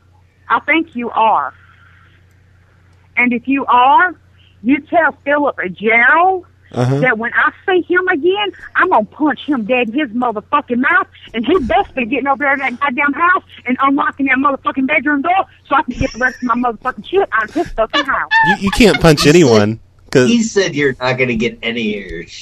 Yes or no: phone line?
yes